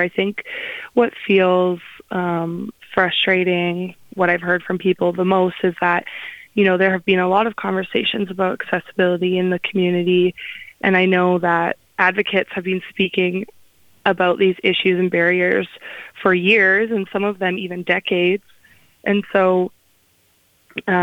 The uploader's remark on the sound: we conduct a live phone interview